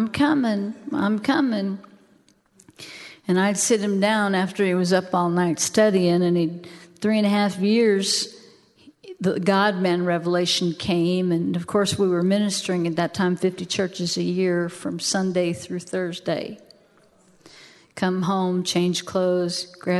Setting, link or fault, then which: setting, large echoing room